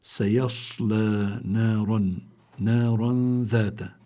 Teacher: عندي الراء مفتوحة فلا بد من التفخيم، إذا فتحت الراء لا بد من تفخيمها، وعلى الراء في عندي تنوين، وإذا كان في عندي تنوين معناته عندي حكم، يعني التنوين يعني له حكمه بيكون حكم من أربعة، إما الإظهار وإما الإدغام وإما الإقلاب وإما الإخفاء بحسب الحرف الذي يأتي بعد التنوين.